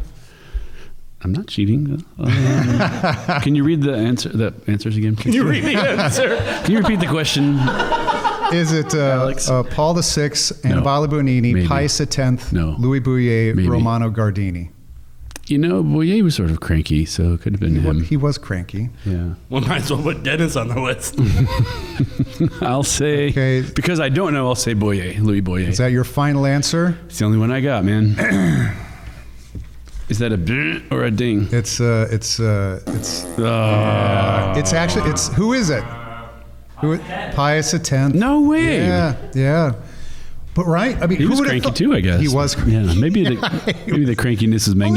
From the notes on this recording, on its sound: In front of a live studio audience of Liturgical Institute students.